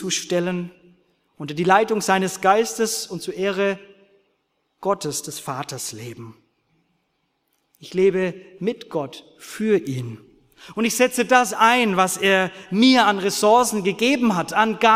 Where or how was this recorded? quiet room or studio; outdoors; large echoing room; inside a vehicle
large echoing room